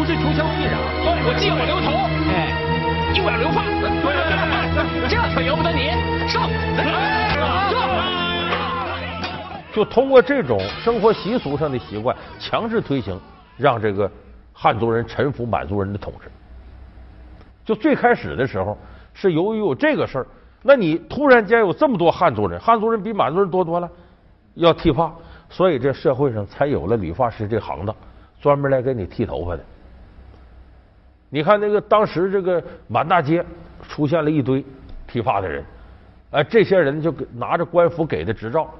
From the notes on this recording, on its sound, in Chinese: 還有聽故事的觀眾